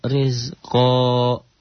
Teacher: Dua fathah dibaca satu jika dihentikan · Term: Mad iwad